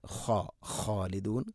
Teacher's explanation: ഖ ഇസ്തിഇലാന്റെ അക്ഷരമാണ്, സ്വരഭാരത്തിൽ ഉച്ചരിക്കേണ്ട അക്ഷരമാണ്. ഖ ഖാലിദൂൻ ഖാലിദൂൻ അല്ല, ഖ ഖാലിദൂൻ.